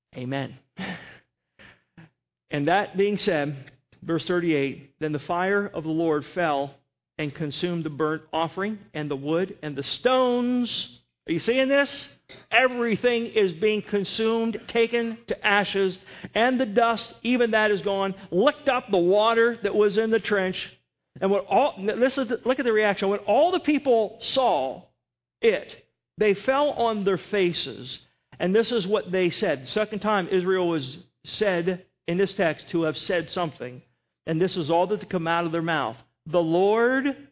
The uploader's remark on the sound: At Northside Baptist Church of Elkhart, Indiana.